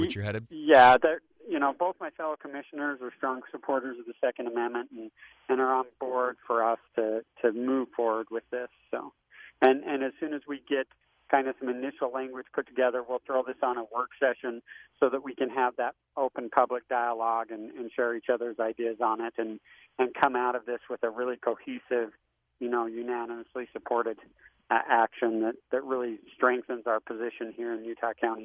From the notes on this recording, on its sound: Joins the program via phone from Utah County.